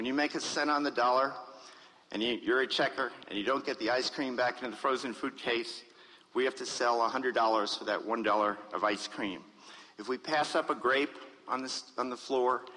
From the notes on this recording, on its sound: In this address to the Academy of Achievement, recorded at the 1992 Summit in Las Vegas, Nevada.